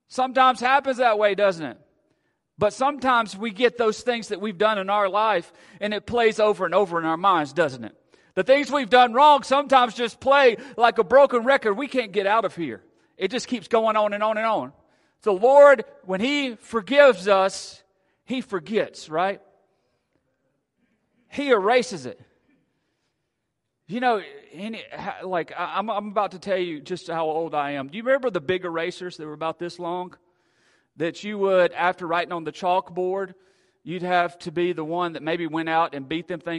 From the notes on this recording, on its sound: Recorded at Friendship Baptist Church on March 16th at 11am and 5pm.